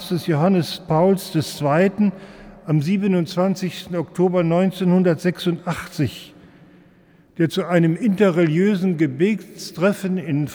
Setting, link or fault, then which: setting, large echoing room